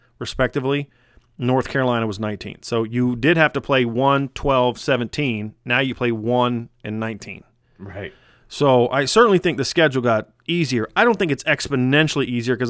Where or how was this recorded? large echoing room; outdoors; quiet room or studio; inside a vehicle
quiet room or studio